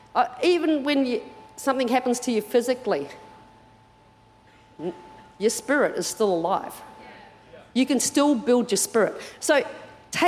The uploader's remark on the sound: Recorded during our 9am service